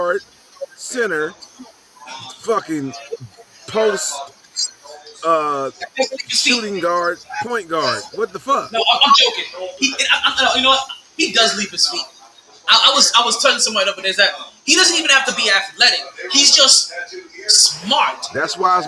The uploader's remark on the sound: Live From Sharkys